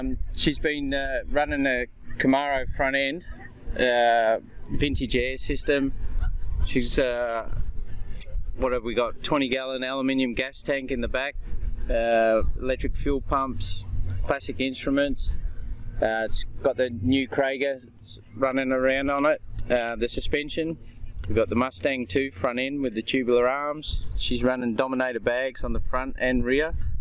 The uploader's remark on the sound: This episode was recorded over a year ago at the Bright Rod Run in NE Vic.